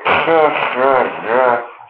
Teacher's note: Вы произносите увулярный согласный, и дополнительное сжатие стенок фаренкса происходит. · Term: увулярные фарингализованные согласные